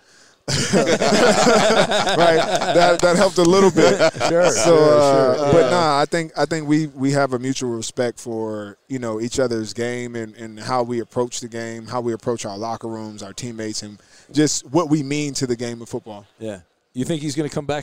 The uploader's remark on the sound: Live from Super Bowl Row